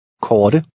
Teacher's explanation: The T sounds like a cross between the English T and D.